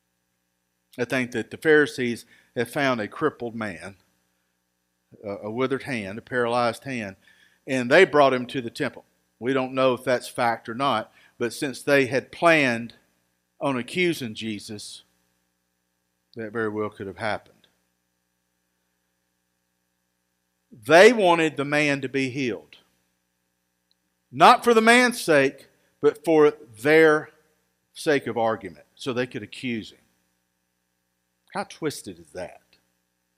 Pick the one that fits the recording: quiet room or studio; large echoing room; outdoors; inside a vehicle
large echoing room